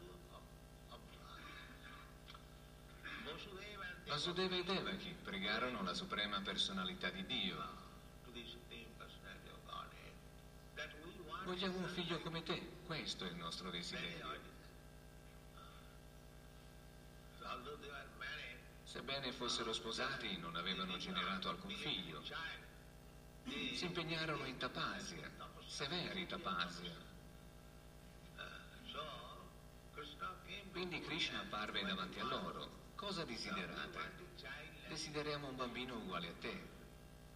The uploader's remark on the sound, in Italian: in diretta dal Tempio di Villa Vrindavana